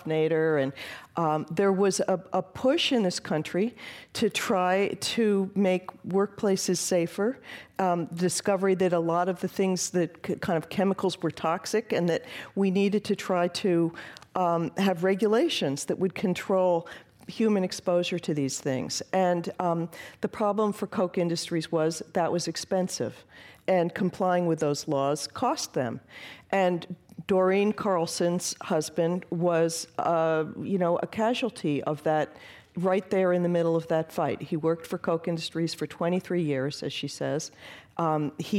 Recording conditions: live audience